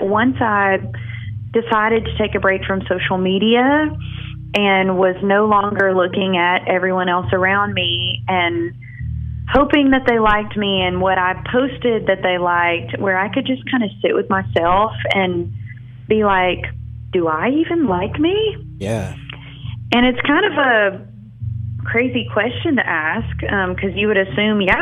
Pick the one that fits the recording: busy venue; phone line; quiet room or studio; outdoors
phone line